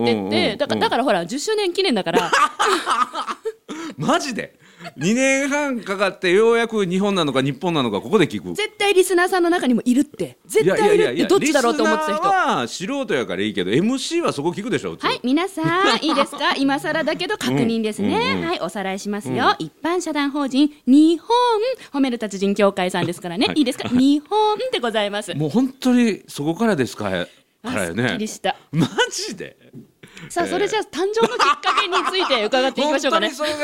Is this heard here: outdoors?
no